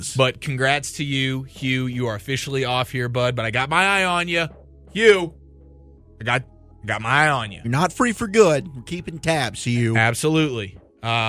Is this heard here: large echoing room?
no